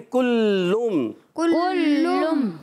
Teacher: کاف زبان کی جڑ اور تعلق کے سخت حصے سے کاف ادا ہوتا ہے